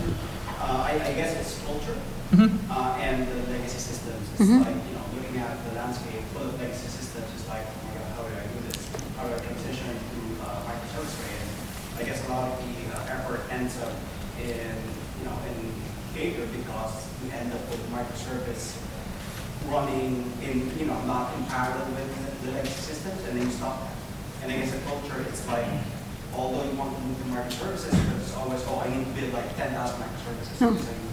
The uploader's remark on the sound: InsurTech Panel – Acord Connect – Live Recording. Recorded Live in Boston.